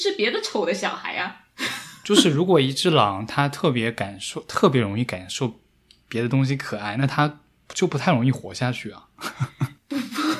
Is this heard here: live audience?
no